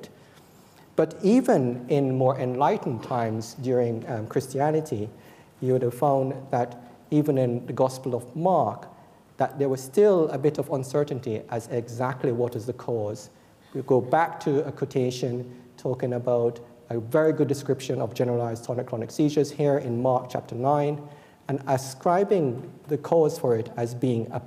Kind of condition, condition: setting, large echoing room